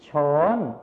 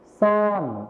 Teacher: ในภาษาไทยมาตรฐานนะครับเราจะใช้ชอช้างนั่นเองส่วนในภาษาถิ่นอีสานนะครับเราจะใช้ซอโซ่นั่นเองครับ